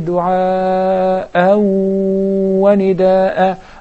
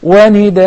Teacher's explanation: It's followed by waw, idgham with gunnah. When I stop at it, I will cancel or I will substitute the tanween, and instead I will recite the alif al maddiyah. · Shown in: second take